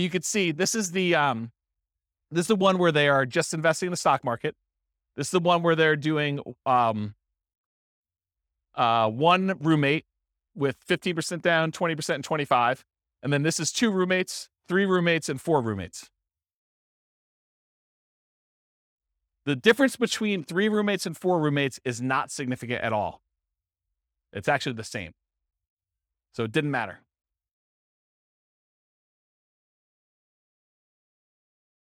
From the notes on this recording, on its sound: This was a live class recorded